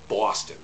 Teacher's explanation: The thing about Boston accent is that you don't say Boston, the O sound is more like an AW. It comes out like Boston.